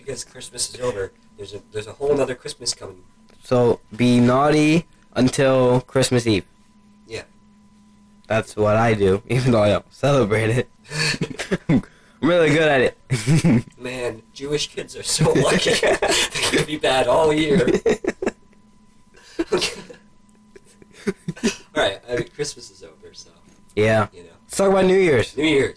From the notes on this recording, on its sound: The boys finding out the microphone was facing the wrong way. Calling a guest who does not pick up the phone. Sorry about any audio problems this episode were getting a new setup soon.